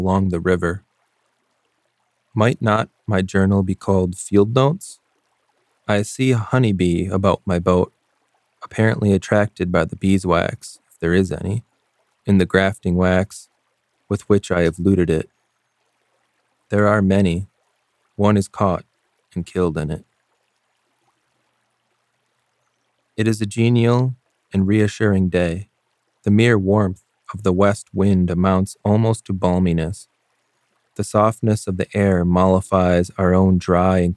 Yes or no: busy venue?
no